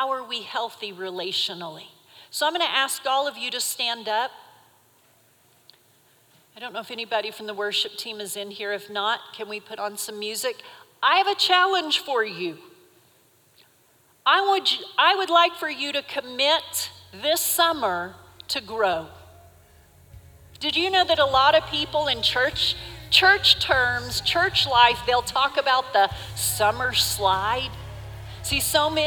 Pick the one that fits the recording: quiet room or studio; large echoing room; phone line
large echoing room